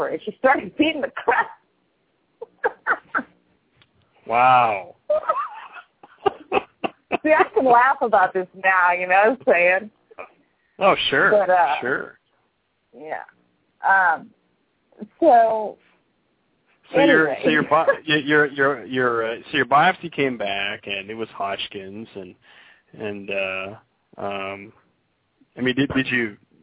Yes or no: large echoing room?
no